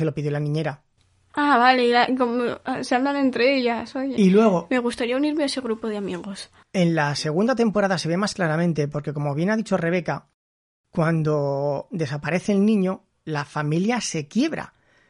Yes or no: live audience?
no